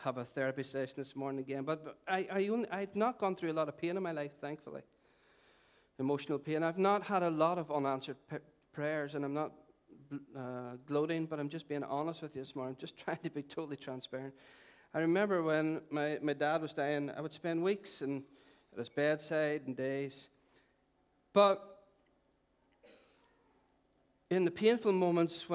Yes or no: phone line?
no